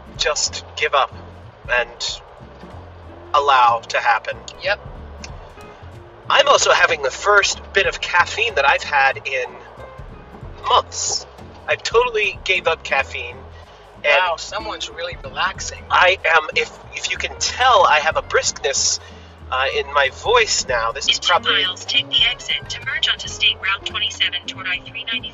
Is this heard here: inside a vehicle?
yes